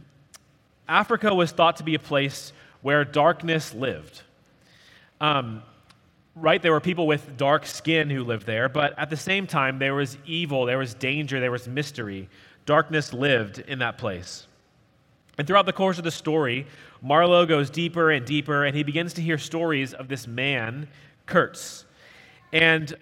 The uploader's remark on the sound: At Redeemer Presbyterian Church in Charleston, SC